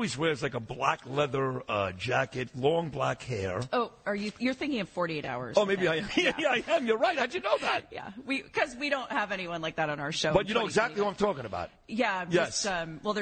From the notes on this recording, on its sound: live from Oheka Castle